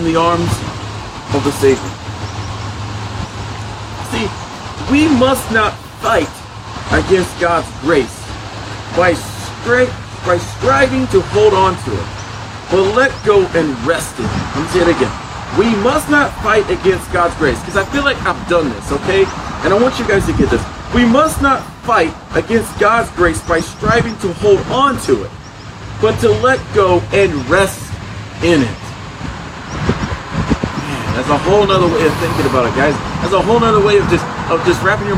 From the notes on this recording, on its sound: Unfortunately, there is a lot of noise in the video for Today. Broadcasting/recording while outside.